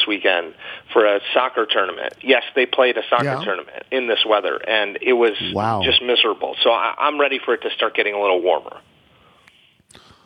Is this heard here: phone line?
yes